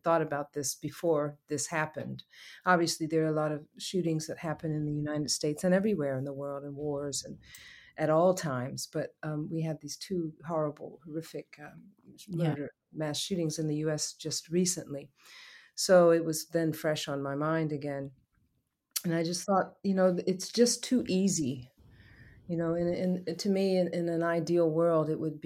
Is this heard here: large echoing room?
no